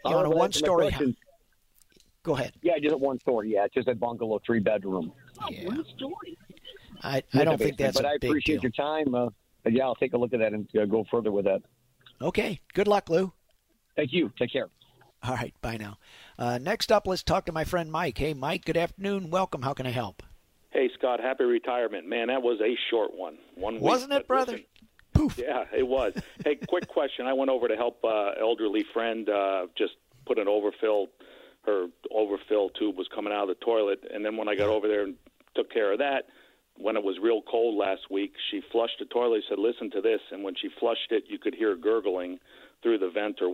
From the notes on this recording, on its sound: answers your phone calls